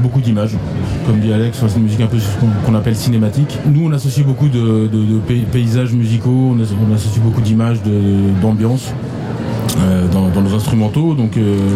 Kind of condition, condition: setting, busy venue